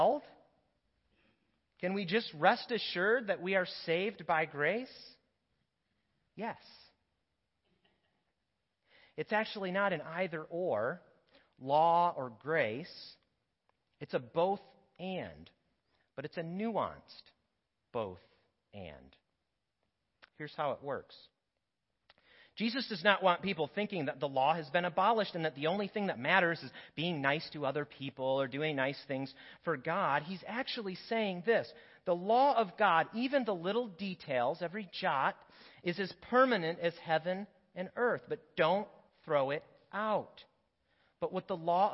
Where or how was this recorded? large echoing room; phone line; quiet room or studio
large echoing room